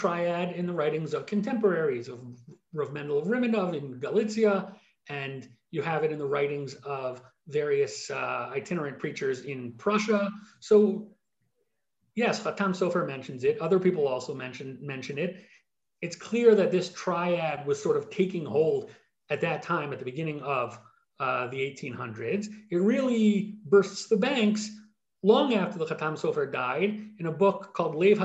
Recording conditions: video call